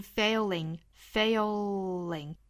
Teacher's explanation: 在读 fail 的时候，尾部呢去舌尖抵上齿龈发 fail · Term: 舌侧音